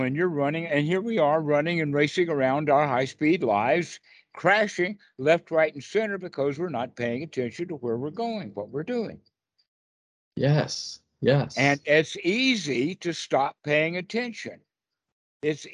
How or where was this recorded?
video call